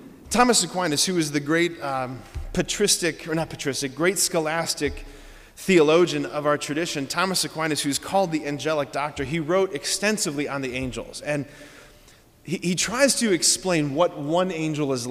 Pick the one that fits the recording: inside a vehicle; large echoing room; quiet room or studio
large echoing room